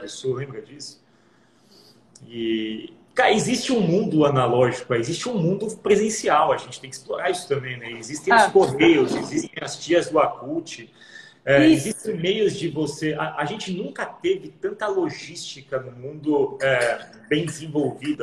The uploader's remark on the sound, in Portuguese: Esse áudio foi originalmente uma live, realizada no instagram da SOMAS em 25/01/2021.